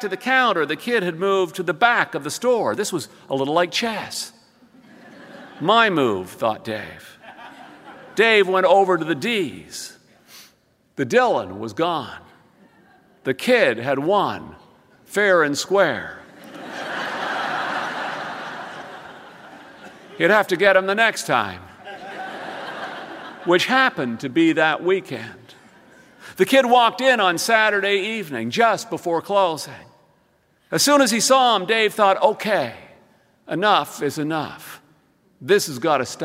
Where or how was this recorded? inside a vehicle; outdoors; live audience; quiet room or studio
live audience